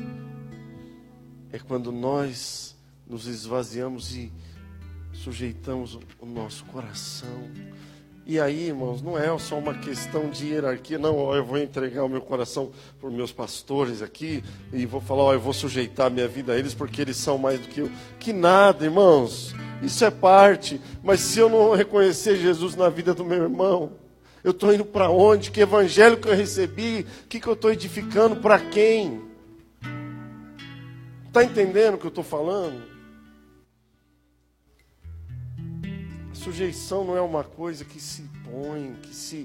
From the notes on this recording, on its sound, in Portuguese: Áudio de ministração presencial